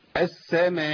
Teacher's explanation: وده خطأ شائع جدا، هو تركيب غنة في حرف المد او الحركة